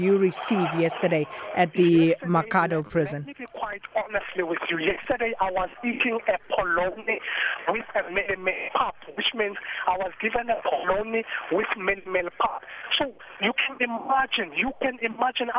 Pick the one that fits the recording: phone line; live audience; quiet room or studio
phone line